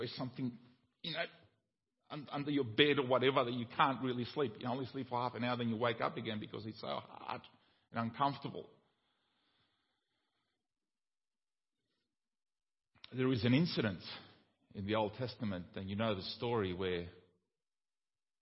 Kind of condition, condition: setting, large echoing room